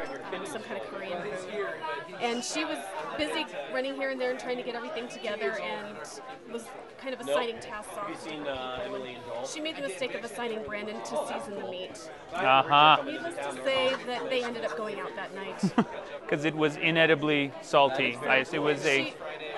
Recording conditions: live audience